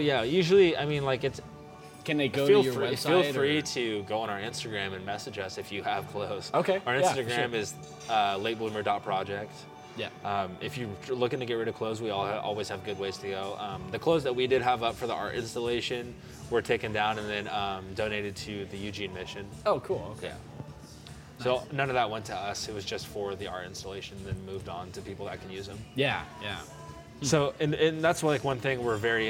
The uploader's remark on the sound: Recorded on 2-25-2020 at The Public House